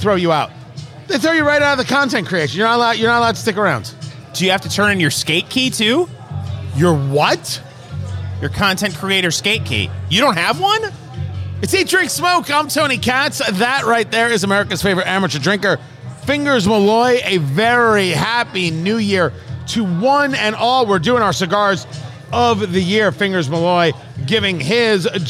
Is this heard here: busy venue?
yes